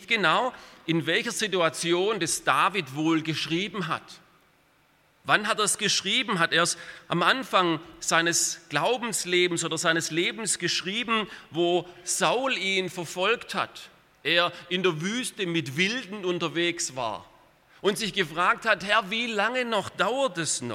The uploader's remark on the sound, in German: Aus dem Gottesdienst der Liebenzeller Mission.